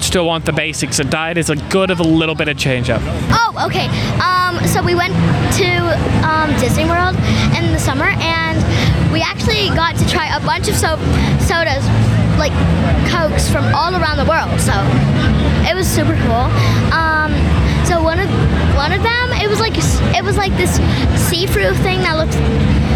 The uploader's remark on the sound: On location at UNA's homecoming football game! Listen in as they pull people from homecoming festivities and have fun on the spot interviews!